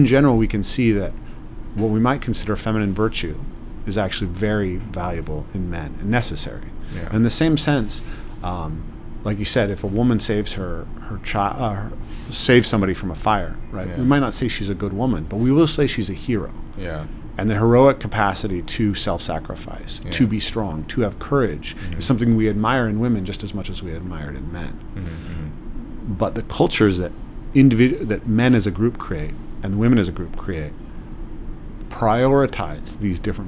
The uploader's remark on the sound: Today's episode was filmed at the ARC Conference in London